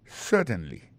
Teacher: Accent tombé sur le premier syllabe là · Term: accent tonique